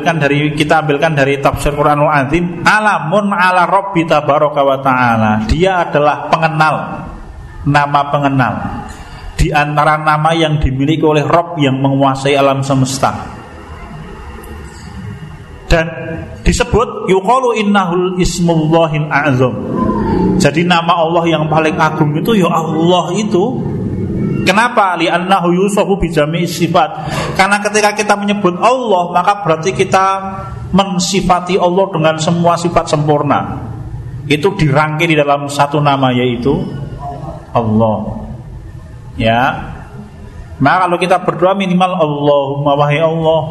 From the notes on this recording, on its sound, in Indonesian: Rekaman Kajian Majelis Pengajian Islam Kitab Firqotun Najiyah. Di Masjid At Tahkim, Jln KH Ahmad Dahlan, Ngampilan, Yogyakarta. Yang diselenggarakan oleh FKAM Yogyakarta dan Takmir Masjid At Tahkim.